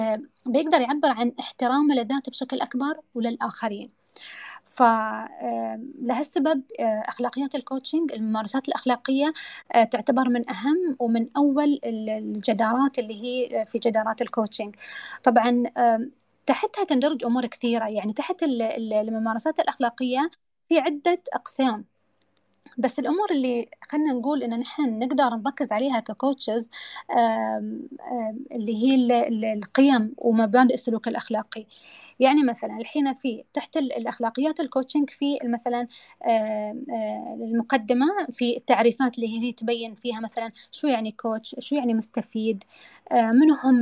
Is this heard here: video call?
yes